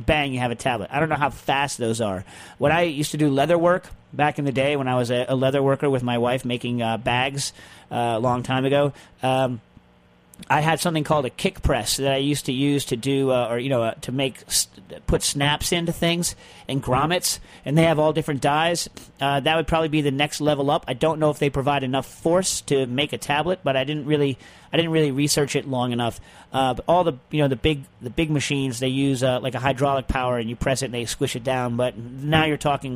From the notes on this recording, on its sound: Is in the comforts of Southern California. Does join by phone.